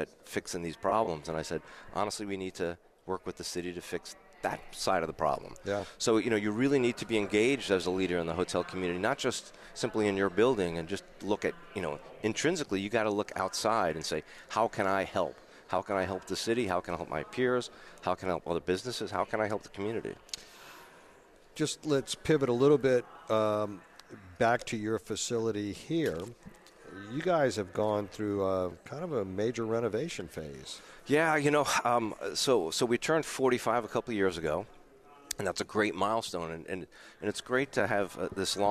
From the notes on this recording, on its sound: New Orleans Chamber 2023 Annual Luncheon at Hilton Riverside New Orleans. Broadcasting LIVE from the Hilton Riverside for the New Orleans Chamber 2023 Annual Luncheon.